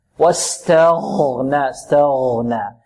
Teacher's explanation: التاء مرققة والغين ماذا؟ مفخمة والنون مرققة. واستغنى استغنى، نحذر من تقليل التاء، واستغنى تاء تاء لا تاء تاء استغنى أغنى.